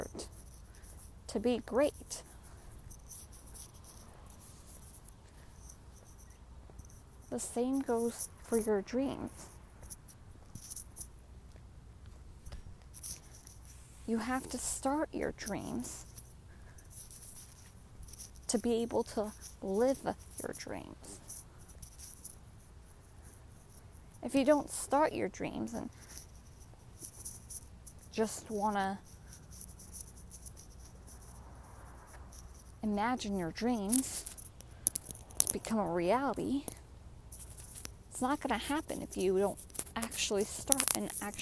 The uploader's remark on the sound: Walk and talk with me.